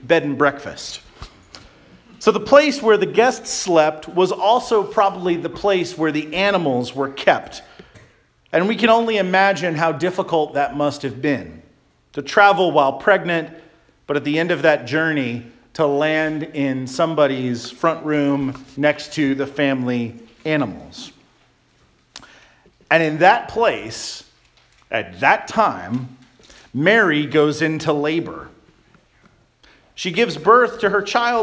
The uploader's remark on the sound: Charles Anglican Cathedral, Bremerton, WA.